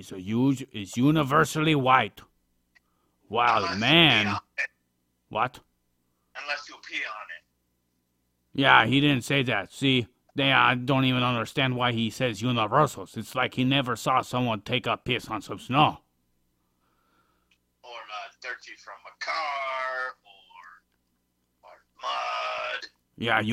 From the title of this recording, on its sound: Phone Interview